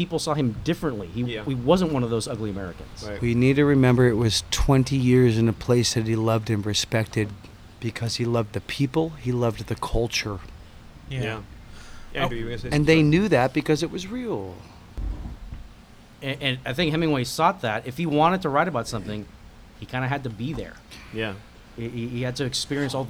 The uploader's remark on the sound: Our hosts had the honor of being able to record live at the Ernest Hemingway home and museum in Key West, Florida.